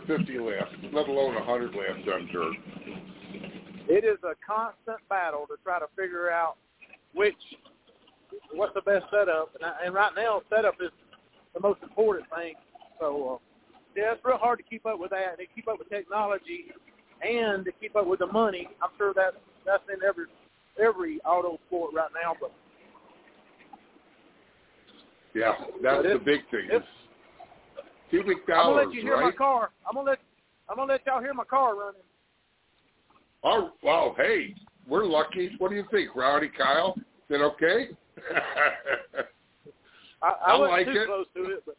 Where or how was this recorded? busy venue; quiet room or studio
busy venue